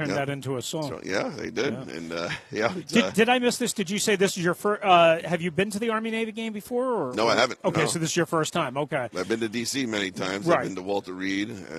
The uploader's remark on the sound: Live From Radio Row